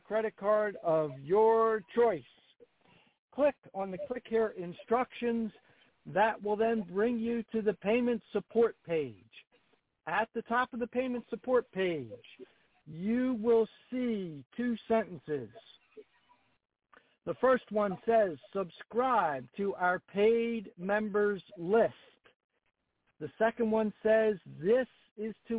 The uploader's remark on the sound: TNTSuperfantastic Conference Call